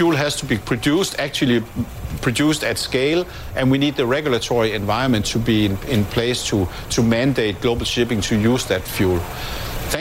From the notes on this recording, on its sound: live from the New York Stock Exchange